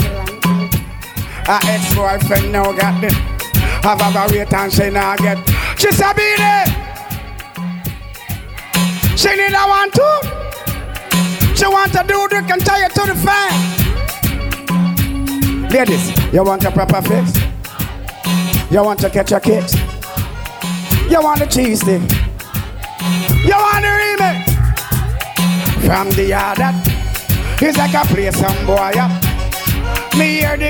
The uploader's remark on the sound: MOTHER'S DAY AT BREW'D[LIVE AUDIO]